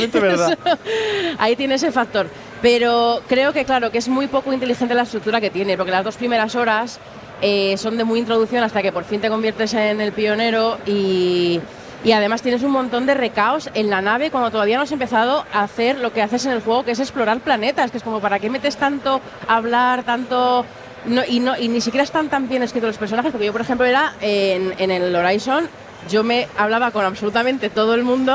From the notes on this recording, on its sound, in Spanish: En directo mustio desde la RetroBarcelona. Lamentablemente tuvimos un problema técnico y aunque durante el directo todo sonaba correctamente. Nos tememos que durante el episodio váis a oír a ratos a un señor quejándose de fondo al que casi no se le oye.